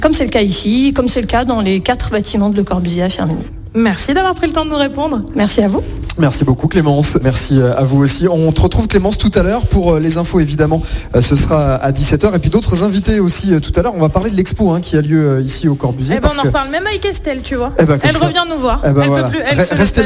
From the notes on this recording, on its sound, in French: en direct du site LeCorbusier de Firminy